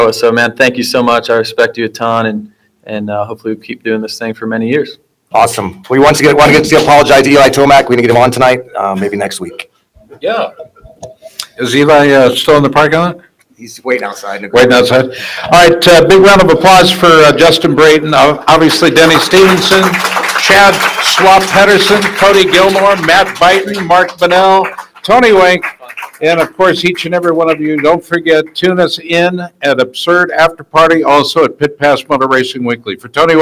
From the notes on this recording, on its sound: Listen as the guys wrap up the after party of the Brayton Shootout from Pole Position Raceway in Grimes, Iowa.